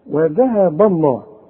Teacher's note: ولفظ الجلالة دائما اللام احنا قلنا مفخمة · الذال دي ترقق وتطلع لسانك فيها